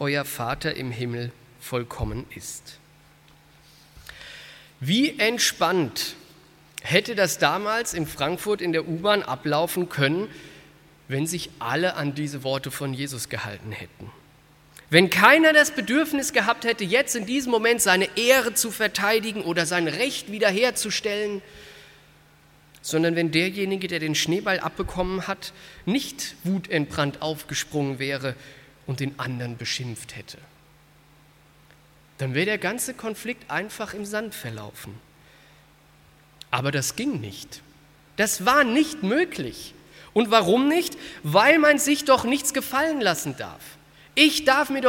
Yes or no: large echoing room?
yes